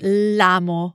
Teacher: So we could say sì, lo amo molto, but to avoid a vowel clash between lo and a in amo, the verb, we can drop the o and just say l'amo with the apostrophe and run the two words together, l'amo, which sounds like one bigger word phonetically.